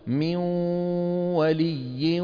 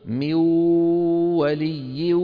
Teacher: صوتين، واو من الشفتين وغنة · Shown in: first take · Term: الإدغام بغنة